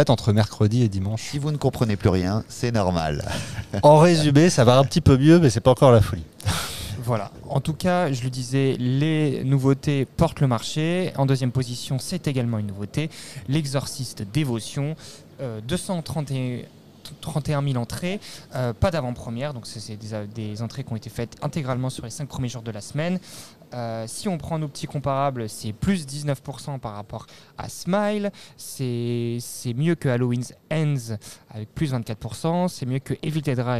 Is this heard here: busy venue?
yes